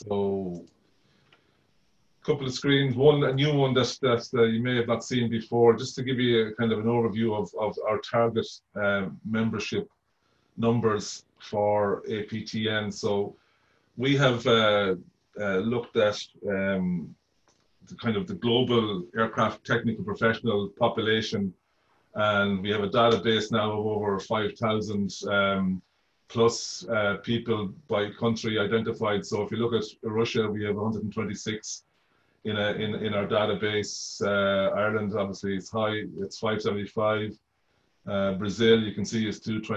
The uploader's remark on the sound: APTN Zoom Call